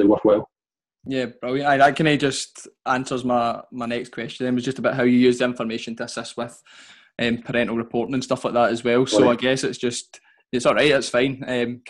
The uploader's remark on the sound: our second live webinar